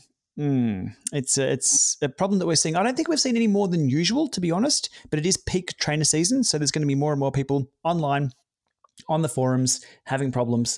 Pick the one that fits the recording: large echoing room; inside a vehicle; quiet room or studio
quiet room or studio